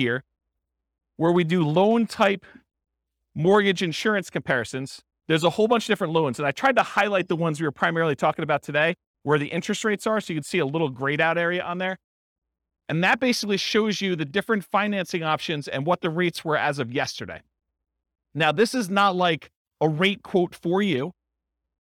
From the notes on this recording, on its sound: This was a live class recorded